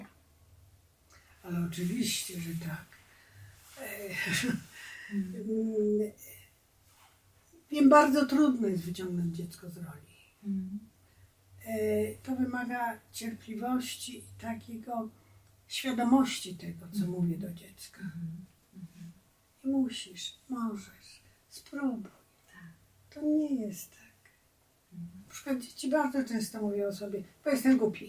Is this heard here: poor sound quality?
yes